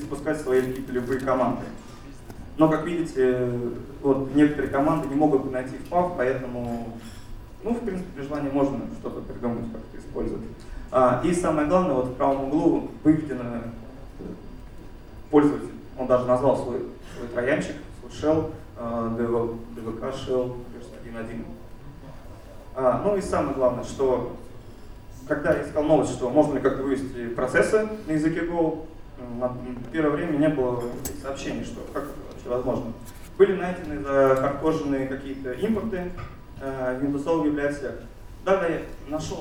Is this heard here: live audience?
yes